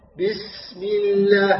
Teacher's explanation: لاحظ سين أطول من اللام اللي هو حرف بيني، الرخوي أطول من البيني.